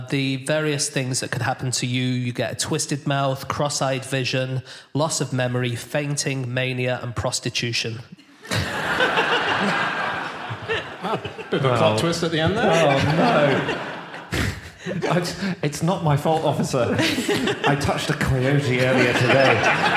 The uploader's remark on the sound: Live from Chesterfield